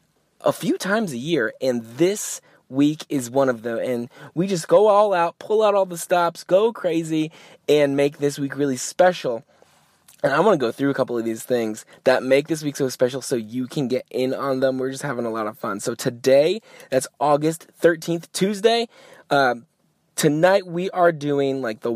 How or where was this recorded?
inside a vehicle